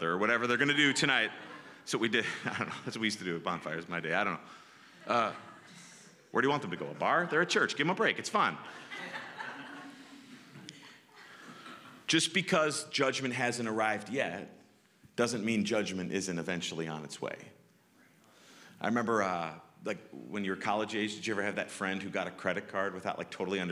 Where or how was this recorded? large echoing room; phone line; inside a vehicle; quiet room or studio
large echoing room